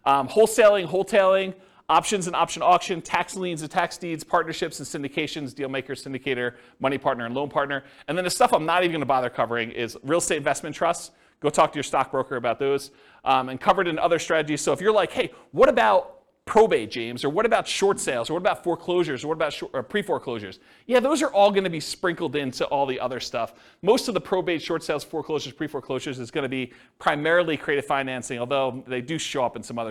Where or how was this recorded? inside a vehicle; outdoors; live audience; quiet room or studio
live audience